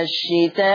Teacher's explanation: مد متصل حرف المد والهمز في نفس الكلمة، قدره إيه عند ورش؟ قدره الإشباع